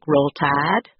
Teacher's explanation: They may become focused on particular things like pronouncing I like ah, like roll tide.